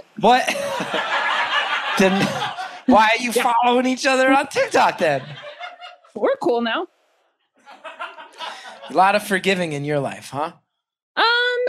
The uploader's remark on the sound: Live From Chicago